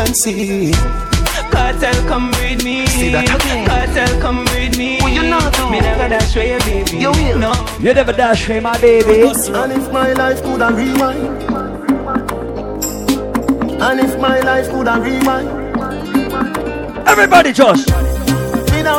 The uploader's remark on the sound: LIVE PARTY AUDIO.